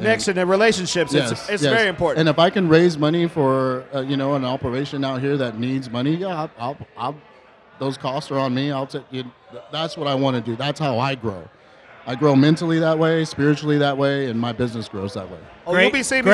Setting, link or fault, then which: setting, busy venue